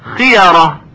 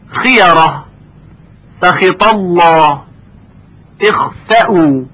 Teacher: از مقدار تفخیم کم میشه به خاطر اینکه حرف استعلاء مکسور هست